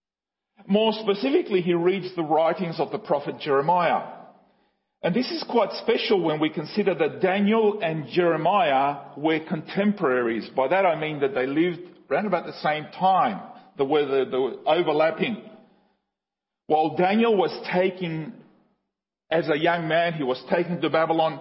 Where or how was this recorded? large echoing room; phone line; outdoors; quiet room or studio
large echoing room